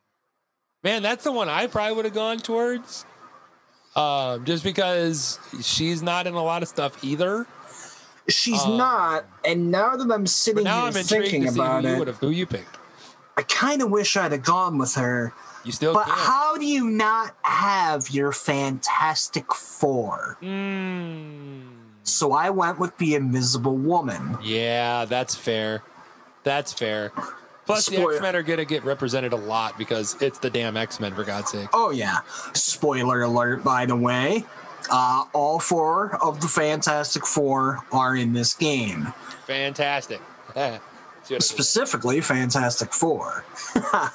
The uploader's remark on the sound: Please forgive the mild background white noise. We attempted to edit it out but were unsuccessful.